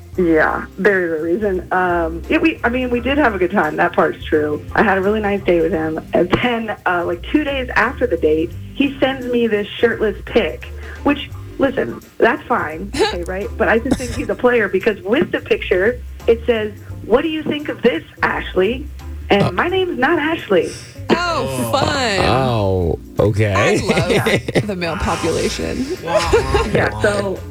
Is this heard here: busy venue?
no